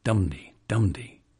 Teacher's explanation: Hiawatha's name, metrically, is a ditrochee, a double trochee